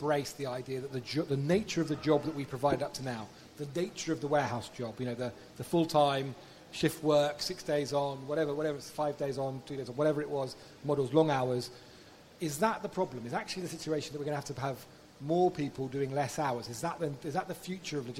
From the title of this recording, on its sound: Cold Chain Podcast Live!